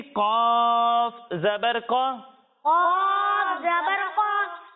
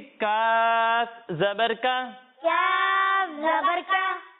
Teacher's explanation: جب ہم قاف کی ادائیگی کریں گے تو اسے موٹا پڑھیں گے، کیونکہ قاف حروف مستعلیہ میں سے ہے، اور جب ہم کاف کی ادائیگی کریں گے تو اسے باریک پڑھیں گے